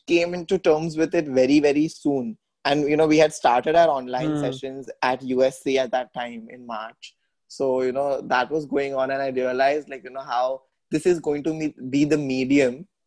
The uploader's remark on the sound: Zoom Meeting